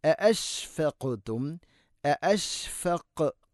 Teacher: ഖാഫിനെ കേൾക്കണം, ഖൽഖല ചെയ്യണം